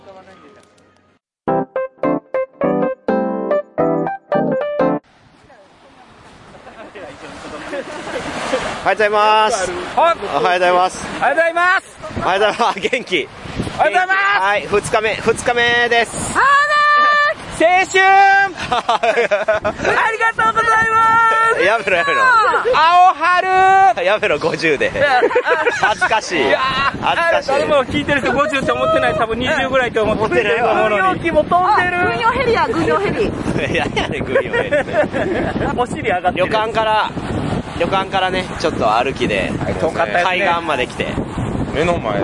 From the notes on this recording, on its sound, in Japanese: いい旅ボド気分 in 伊勢。一部、屋外での収録のため、騒音雑音が入っております。